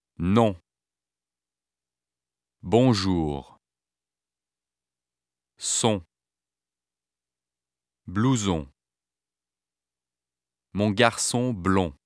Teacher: These two spellings represent a nasal vowel sound similar to the English vowel of bone, but heavily nasalized. We will represent this sound as O tilde.